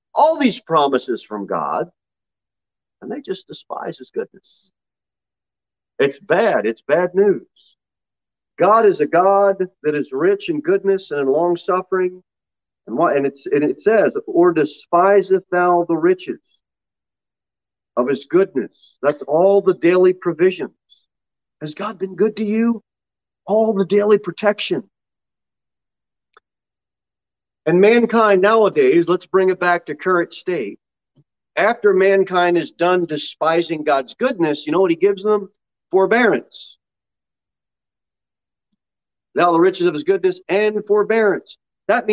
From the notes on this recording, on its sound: Sermon delivered at Pilgrim Baptist Church on Sunday, January 23, 2022, at 11:15 am.